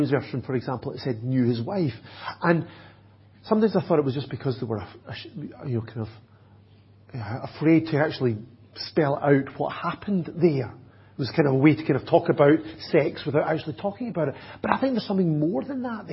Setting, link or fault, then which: setting, large echoing room